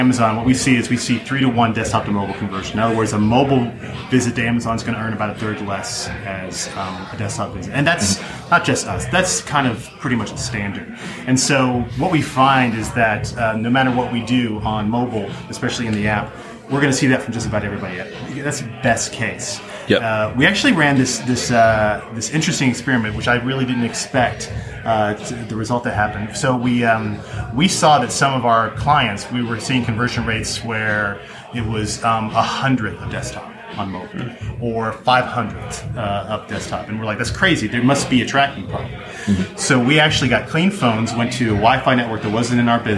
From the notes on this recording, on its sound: recorded live from Shoptalk in Las Vegas